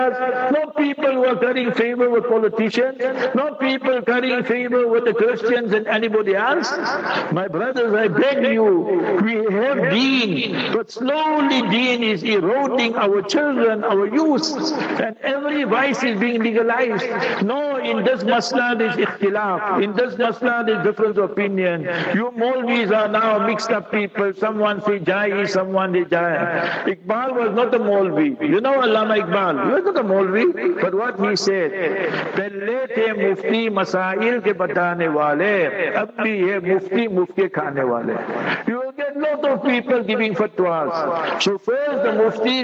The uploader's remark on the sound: Jumah Lecture at Rainbow Masjid